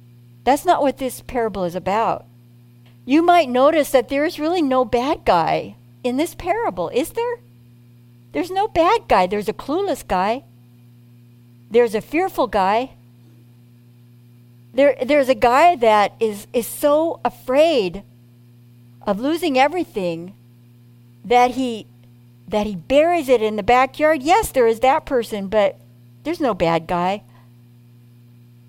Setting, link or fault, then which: setting, large echoing room